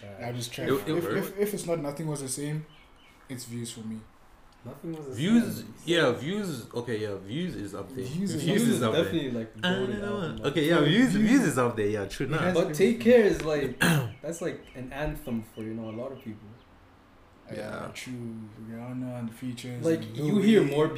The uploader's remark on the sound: An all round funny discussion that was outside with the boys.